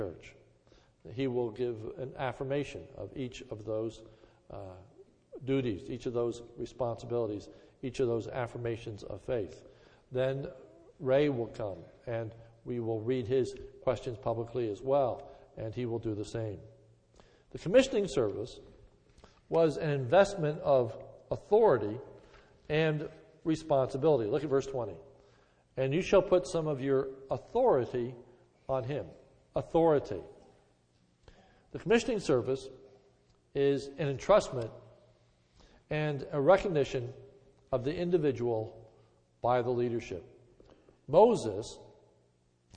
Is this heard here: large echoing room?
yes